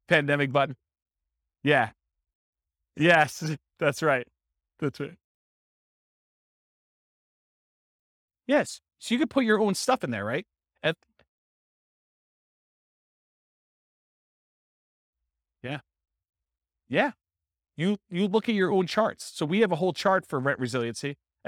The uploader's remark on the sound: This was a live class recorded